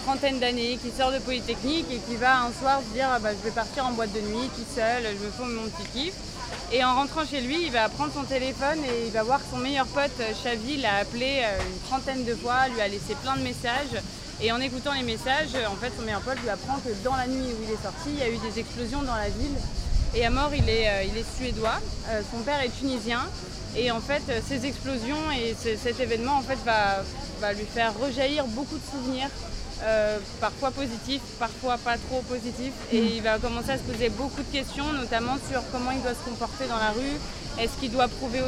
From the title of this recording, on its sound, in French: En direct du Festival Off d'Avignon